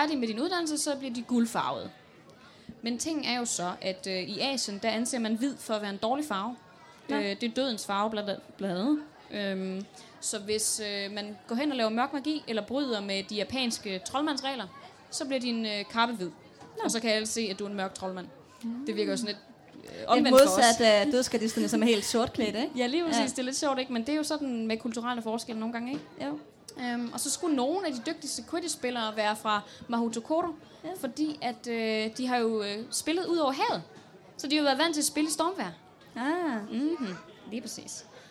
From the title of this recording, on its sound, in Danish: Liveshow fra Harry Potter Festival i Odense